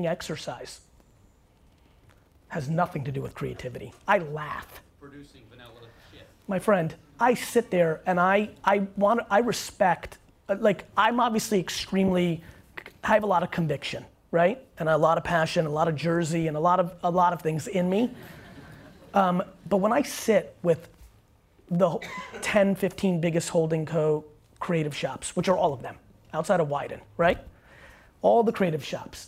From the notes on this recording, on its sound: this is a Keynote and Q&A from AdWeek here in NYC